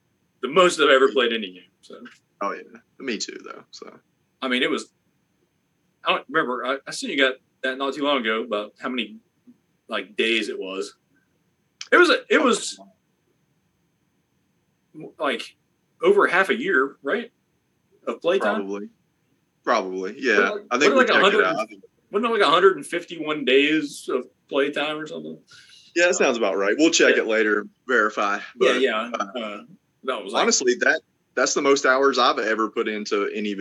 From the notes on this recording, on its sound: Snow, Ice and That C-vid could not keep us away for another week! Well, it did but we came together via zoom to bring you a new episode full of dumb stuff.